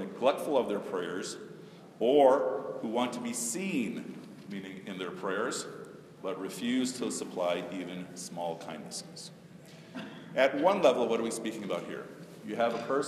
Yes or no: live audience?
yes